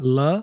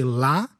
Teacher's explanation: We don't say the schwa, la, we say la. · Shown in: second take